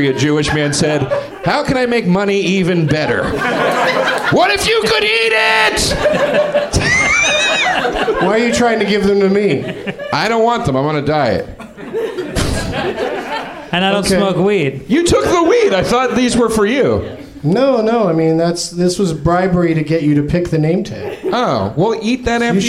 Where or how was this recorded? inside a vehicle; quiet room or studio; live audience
live audience